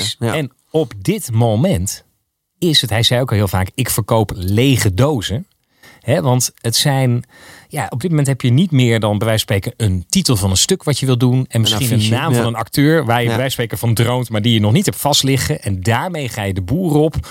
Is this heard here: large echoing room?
no